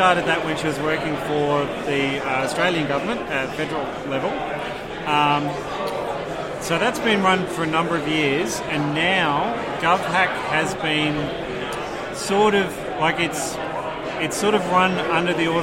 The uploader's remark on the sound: linux.conf.au 2017: First timers interviews